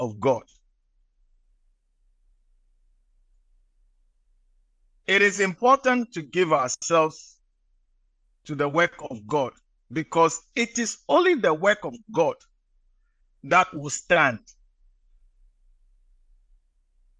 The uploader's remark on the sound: message preached at the Living Waters Cathedral